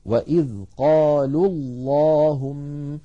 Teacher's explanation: لاحظوا الواو من قالوا ساكنة واللام الأولى من اللهم ساكنة، فالتقيا في اللفظ والنطق فسقط الأول من النطق وصلا. وإذ قالوا اللهم، فإن وقفنا نقول وإذ قالوا.